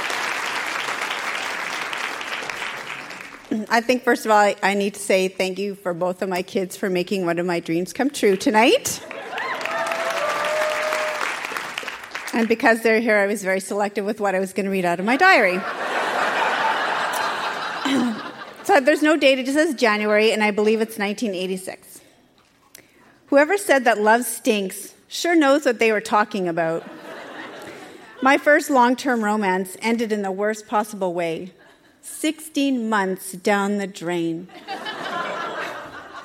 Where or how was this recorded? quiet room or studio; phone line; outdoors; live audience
live audience